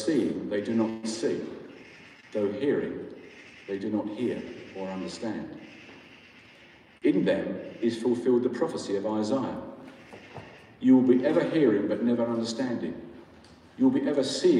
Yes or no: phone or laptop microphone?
yes